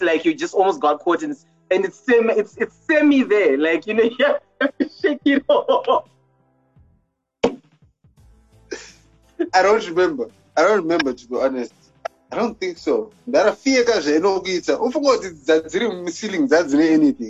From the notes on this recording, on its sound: Anticipate a little rust, sound issues (we blame the internet).